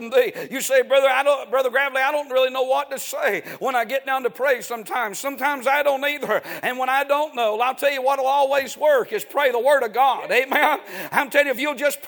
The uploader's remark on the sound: A sermon preached Wednesday Evening